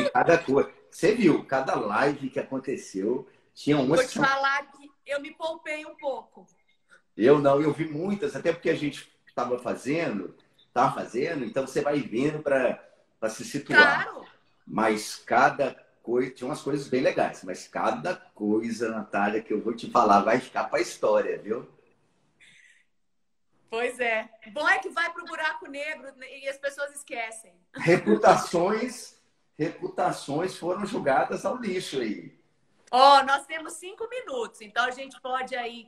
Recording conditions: video call